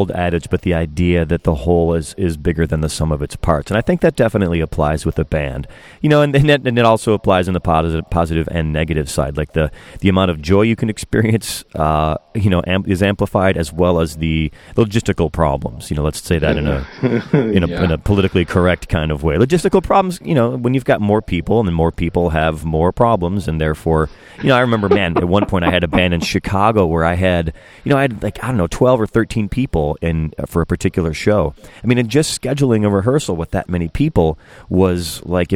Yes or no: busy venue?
yes